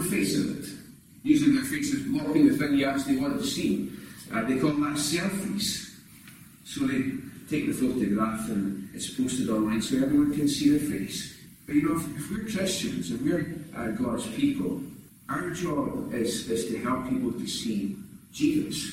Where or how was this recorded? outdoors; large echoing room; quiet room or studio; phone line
large echoing room